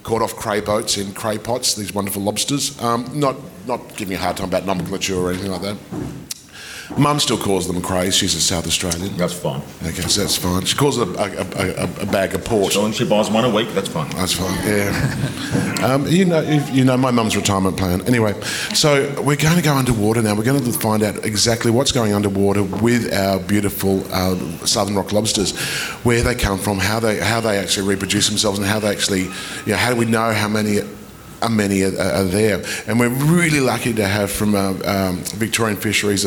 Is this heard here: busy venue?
yes